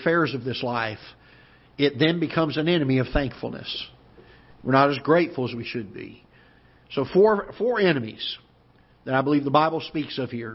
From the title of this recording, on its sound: Ketha Heights Baptist Church ~ Live Broadcast